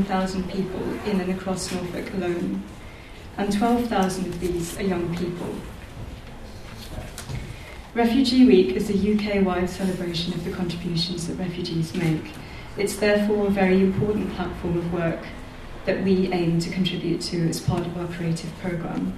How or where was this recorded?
live audience